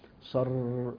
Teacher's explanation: الراء مكررة فيها تكرار، صر